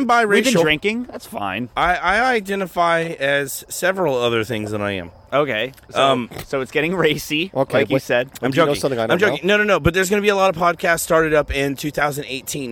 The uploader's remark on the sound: He came out and recorded in the backyard with us for our first episode!